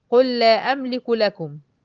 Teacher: دي لام ولام، يبقى الاسهل ان انا اقول لام واحدة مشددة، قل لا أملك لكم، يبقى حصل هنا برضو إدغام.